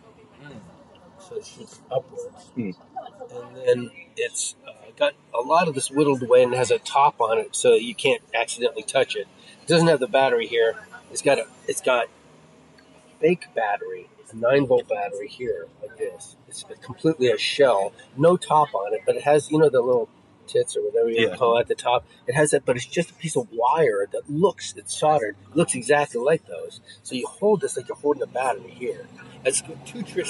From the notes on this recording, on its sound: sit outside a coffee shop in LA